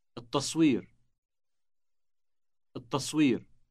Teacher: Note the elongated T sound on the beginning.